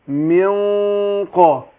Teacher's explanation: جه بعد النون حرف مستعلي حرف اللي هو القاف حرف مفخم، فبفخم الغنة